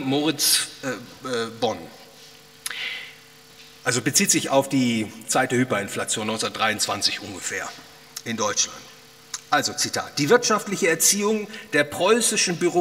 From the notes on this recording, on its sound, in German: Aufgenommen auf dem Ludwig von Mises Seminar.